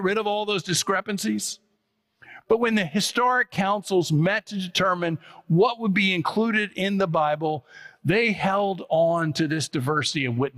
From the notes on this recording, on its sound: preached on October 15, 2023 at First Presbyterian Church of Allentown